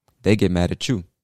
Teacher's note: word that ends with the T that's followed by a word that starts with a Y makes a ch sound. So instead of saying at you, we connect them and say at you.